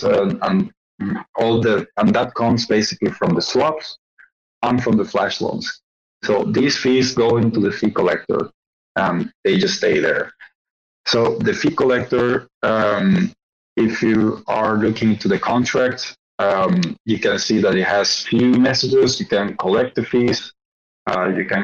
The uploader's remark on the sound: White Whale Community Call